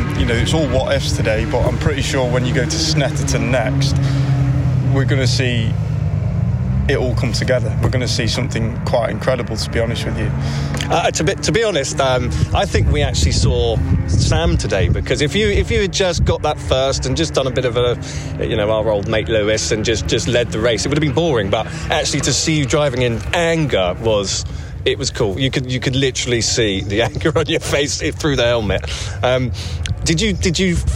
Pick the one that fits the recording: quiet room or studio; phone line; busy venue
busy venue